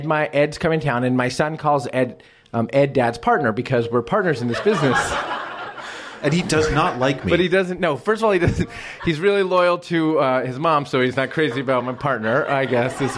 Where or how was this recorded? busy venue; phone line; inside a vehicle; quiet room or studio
busy venue